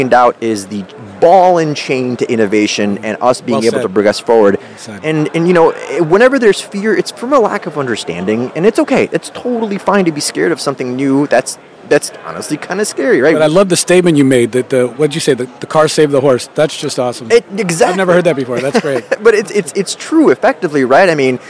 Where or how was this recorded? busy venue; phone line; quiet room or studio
busy venue